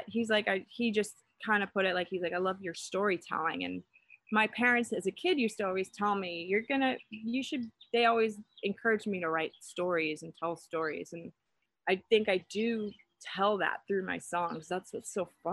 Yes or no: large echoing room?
no